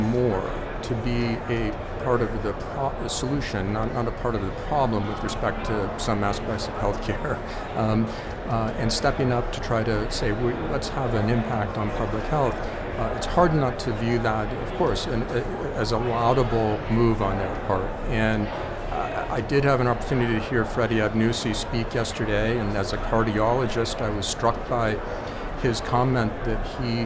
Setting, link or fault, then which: setting, busy venue